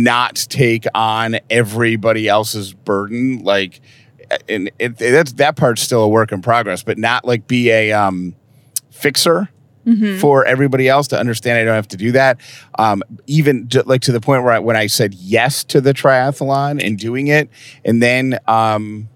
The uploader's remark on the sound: We answer some of your questions in the car on the way to Hilton Head!